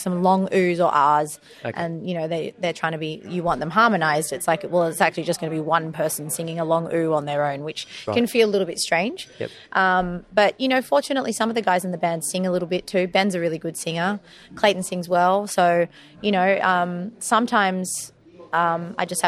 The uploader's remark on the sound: This conversation was recorded 09/01/2024 at Starfish Club Clovelly